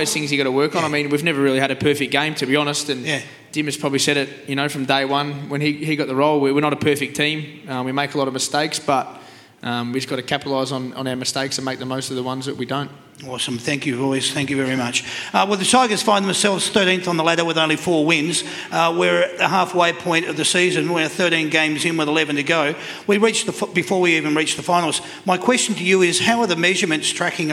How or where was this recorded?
busy venue